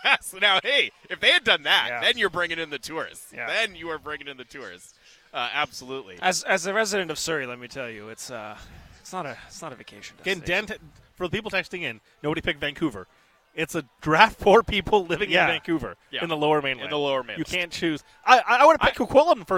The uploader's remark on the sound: Live From Nat Bailey Stadium